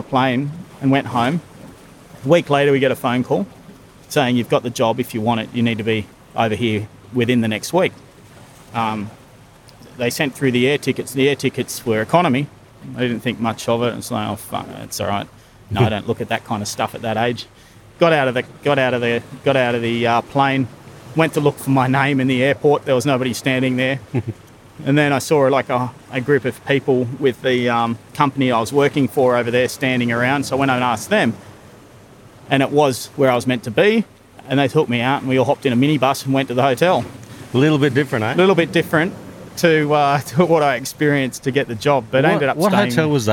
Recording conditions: outdoors